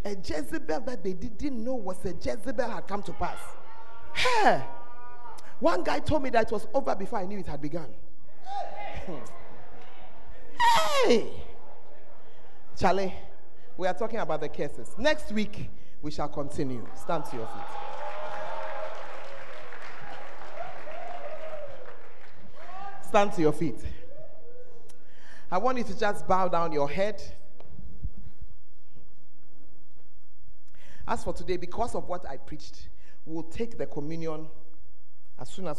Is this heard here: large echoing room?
yes